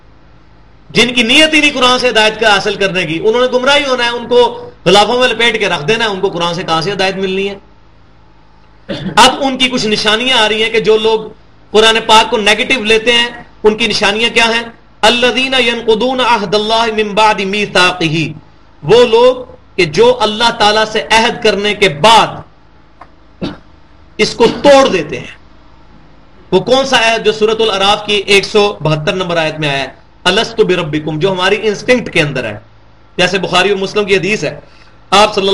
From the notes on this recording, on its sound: Recorded at Qur'an-o-Sunnat Research Academy Jhelum, Punjab (PAKISTAN)